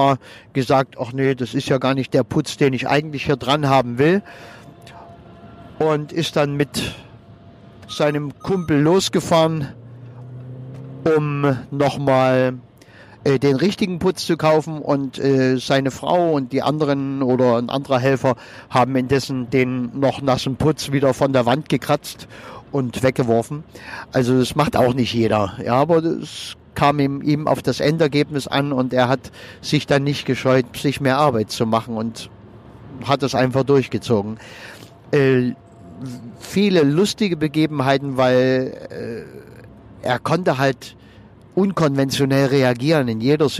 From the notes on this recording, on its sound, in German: wenn ich mit meinem Aufnahmegerät am Straßenrand im Auto sitze, wenn ich während der Autofahrt aufnehme oder sonst irgendwie, dann ist die Aufnahmequalität etwas gemindert